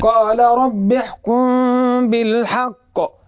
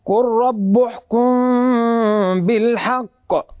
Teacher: الجمهور بكسر الباء رب احكم، وأبو جعفر بضمها